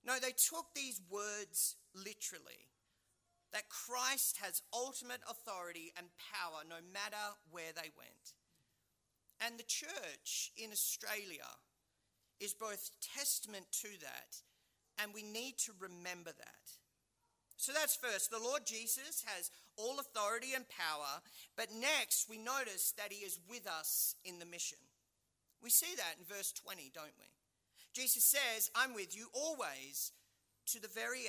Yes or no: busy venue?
no